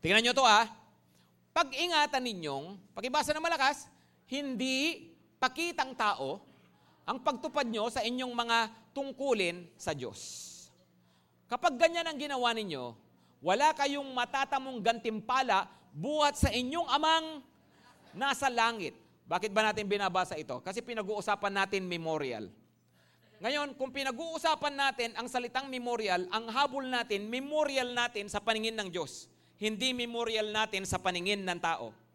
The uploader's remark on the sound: Preached last December 3, 2023 at Grace Testament Church's 5:30pm service.